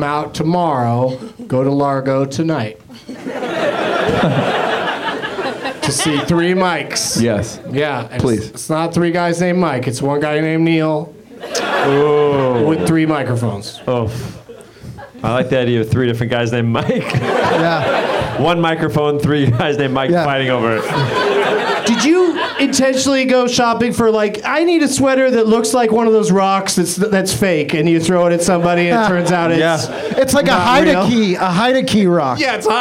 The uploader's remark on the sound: Live from the UCB Franklin.